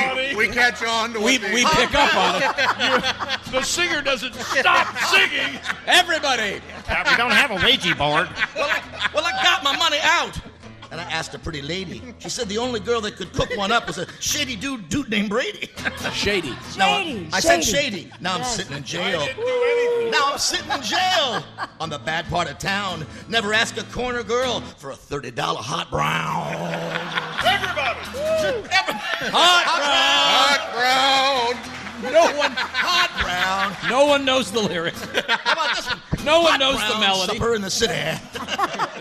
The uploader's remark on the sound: live from the Bourbon museum in Louisville